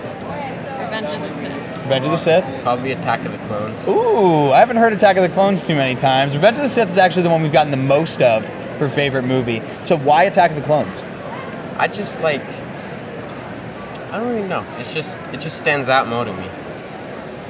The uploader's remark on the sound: Erie ComiCon 2022 Hot Mic Interviews! We share our hot mic interviews with other Star Wars fans at the Erie ComiCon!